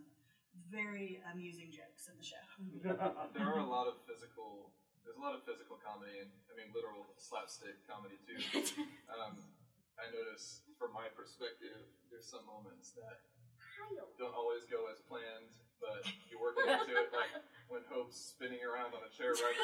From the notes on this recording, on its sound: Join us for our first live (at the time) recording of “Sharing the Experience”! The cast of “Urinetown (The Musical)” in their talk-back with the audience after a show.